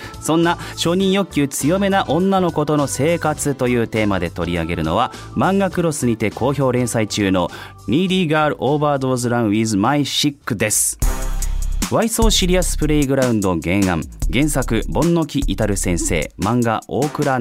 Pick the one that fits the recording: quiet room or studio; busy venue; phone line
quiet room or studio